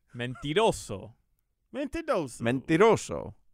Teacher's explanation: You're supposed to trill the R.